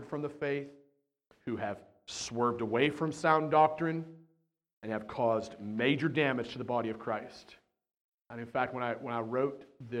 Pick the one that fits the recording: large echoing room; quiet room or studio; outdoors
large echoing room